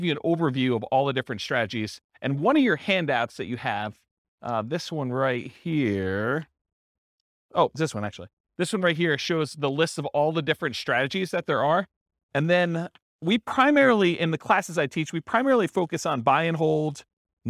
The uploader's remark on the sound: This was a live class recorded